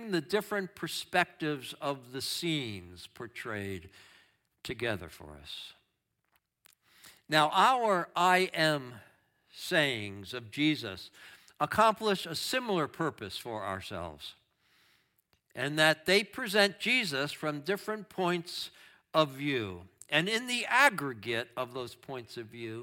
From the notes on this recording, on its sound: Streamed live on video from our campus in Westlake Village, CA.